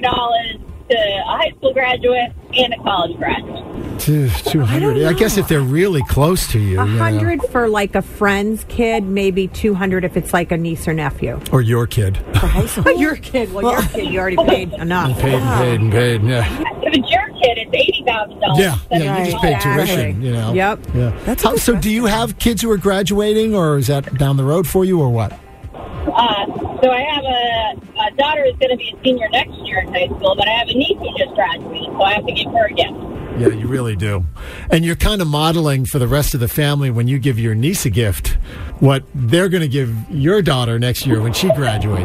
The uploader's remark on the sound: The MAGIC listeners called in with their graduation gift techniques.